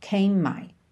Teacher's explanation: o M é o último som dessa palavra. E o M é o primeiro som e a primeira letra de my. Então, a gente junta num M só.